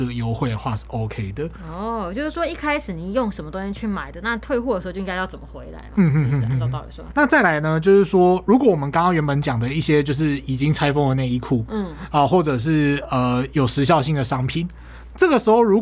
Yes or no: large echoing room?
no